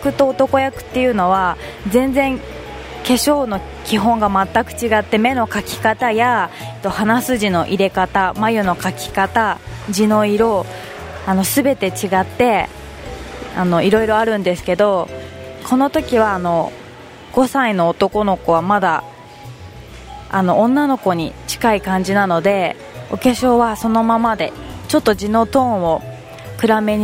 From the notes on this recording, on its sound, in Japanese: 今回は新都心・DFSでの収録。